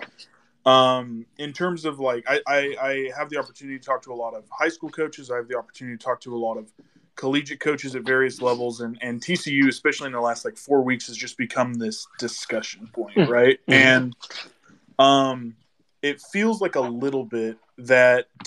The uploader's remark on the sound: This episode was recorded via Twitter Spaces.